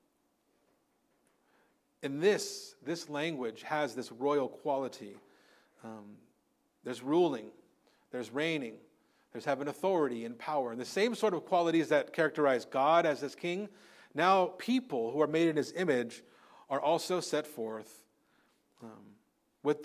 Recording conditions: large echoing room